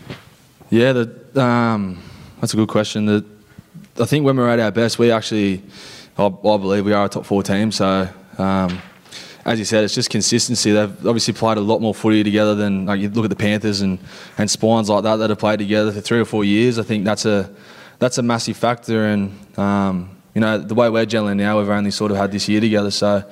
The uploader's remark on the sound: As part of Member Appreciation Round, we held a live podcast with a few of our loyal Members at the Club's Centre of Excellence.